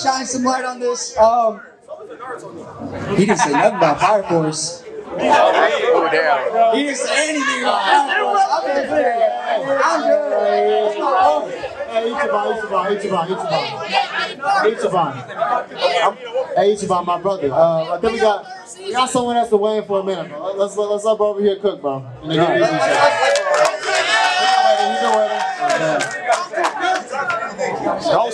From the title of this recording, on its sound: LIVE AT DREAM CON!!